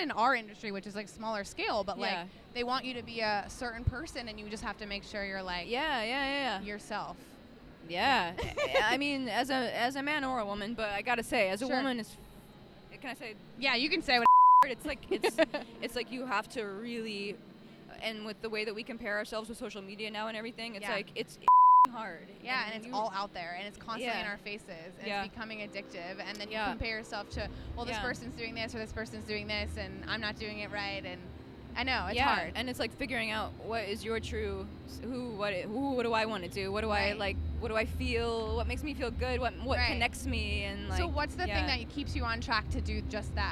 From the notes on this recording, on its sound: Babecast is LIVE from The Big Ticket! Sat down backstage with the super talented singer-songwriter.